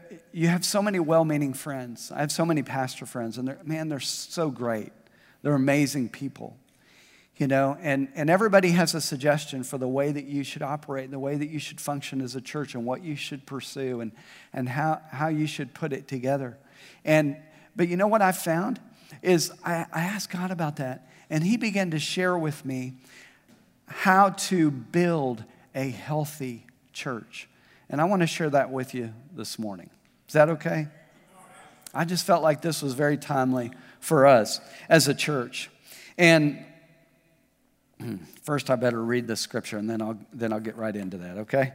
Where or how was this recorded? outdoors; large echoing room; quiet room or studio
large echoing room